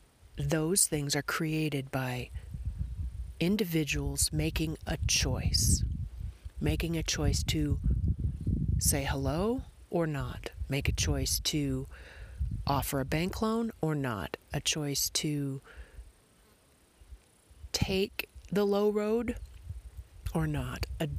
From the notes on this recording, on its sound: Recorded in a National Forest in eastern Arizona.